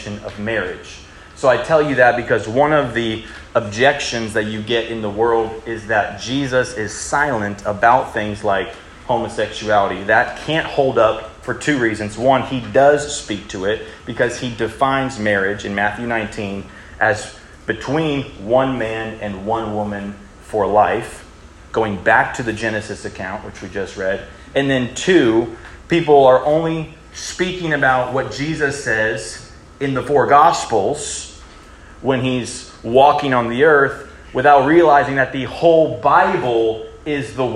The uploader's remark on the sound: The following audio is from a high school breakout session at the Student Collective Conference on May 6, 2023, given at The Heights Baptist Church.